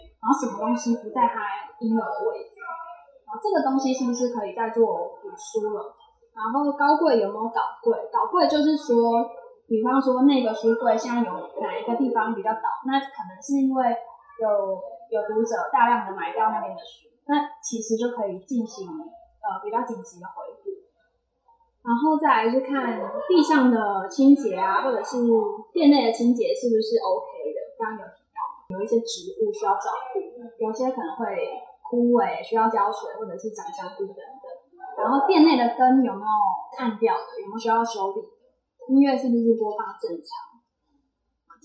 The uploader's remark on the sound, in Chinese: 店員專場講座特輯！現場收音設備不足，後製已盡量降噪處理，音質不佳敬請見諒。